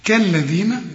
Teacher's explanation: ما تنساش أنك تطلع لسانك في الدال